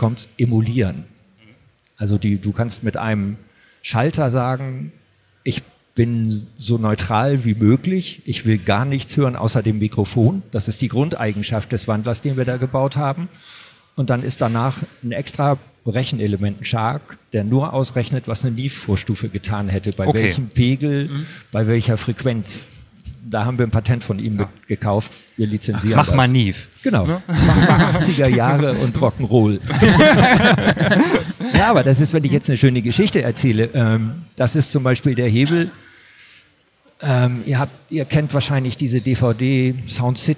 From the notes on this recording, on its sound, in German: sprechen wir auf der LEaT con in Hamburg